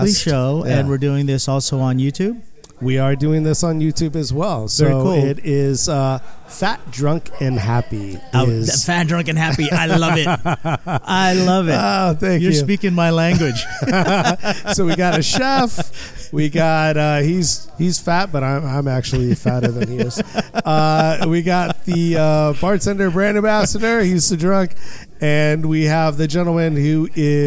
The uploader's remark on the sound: Today we record live from the 2nd Annual Orange County United States Bartenders Guild's Tiki Meeting hosted by Tiki Farm, the world's largest manufacturer of tiki mugs.